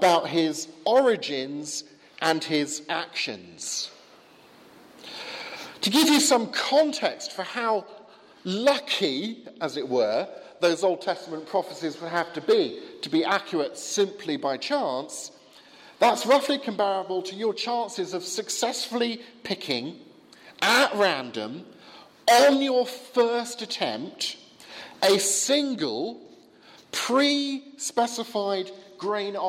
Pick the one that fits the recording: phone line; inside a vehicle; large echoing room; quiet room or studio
large echoing room